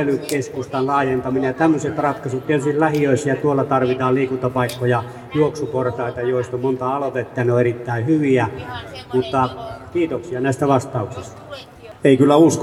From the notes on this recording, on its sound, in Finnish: Valtuustopuolueiden paneelikeskustelu kaupungin kehitykseen liittyvistä aiheista pidettiin Helsinki-päivänä 12.6.2018 Narinkkatorilla. Helsingin Lähiradio 100,3 MHz.